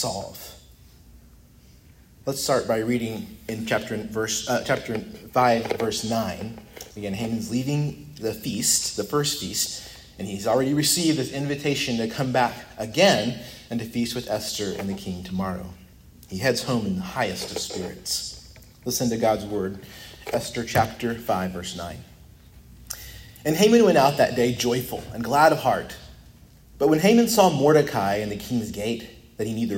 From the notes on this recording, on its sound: preached at Christ Our Savior Baptist Church